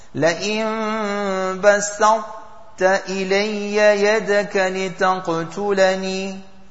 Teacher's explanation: we're going to recite the ta, but not with the qalqala, only full mouth